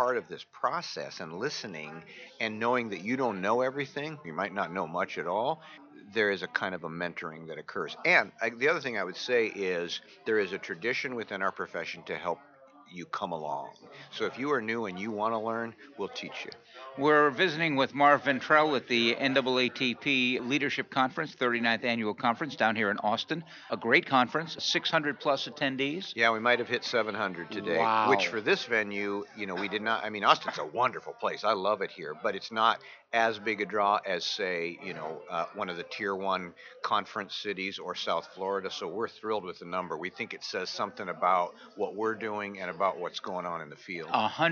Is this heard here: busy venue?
yes